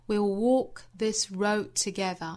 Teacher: walk 这个词我们注意是一个紧音啊，应该是一个长元音紧元音的 all 的发音。